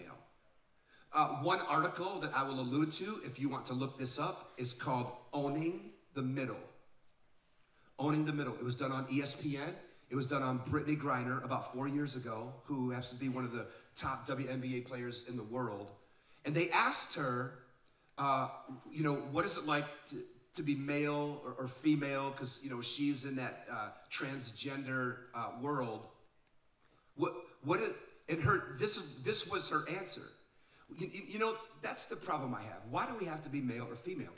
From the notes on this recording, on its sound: This live podcast from Oregon with a few hundred teenagers.